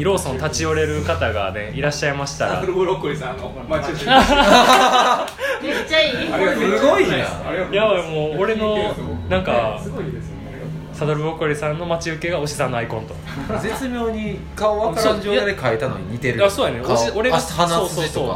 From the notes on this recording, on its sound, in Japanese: 1周年記念オフ会。ネオ五条楽園花見大会が雨天によりオフ会に変更となったため、カラオケにてツイキャスと同時進行で収録も実施！カラオケなので雑音多め。